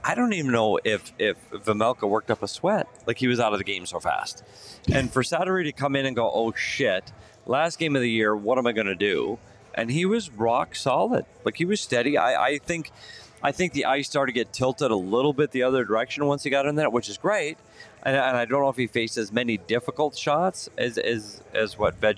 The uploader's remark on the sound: live from The Lola at Westgate